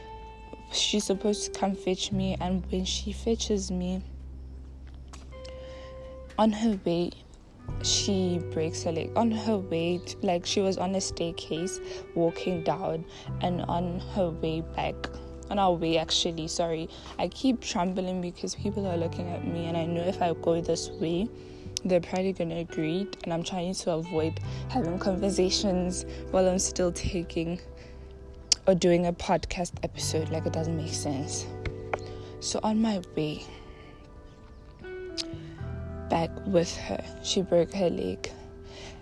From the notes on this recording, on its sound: Walk and talk session.I hope it’s not too noisy.